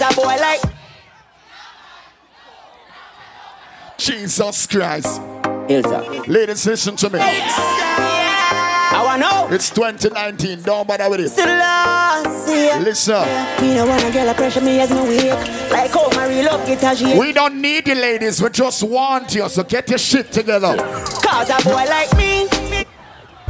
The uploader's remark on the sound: Pon Di Endz Miami 4/20/19 (LIVE AUDIO)